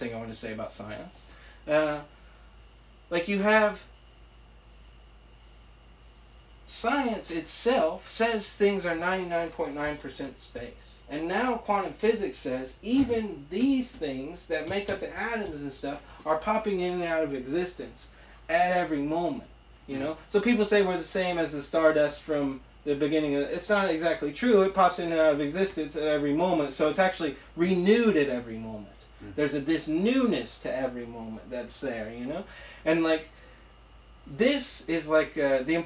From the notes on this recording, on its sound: Sorry for the audio quality. Still learning to edit.